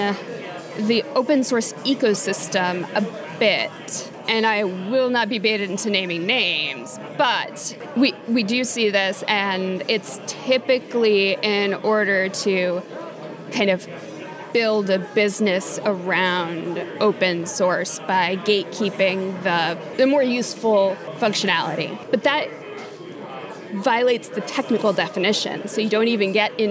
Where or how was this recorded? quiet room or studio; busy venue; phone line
busy venue